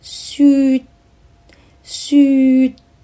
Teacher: 结束音的时候嘴唇成一个圆形，有一个吁的音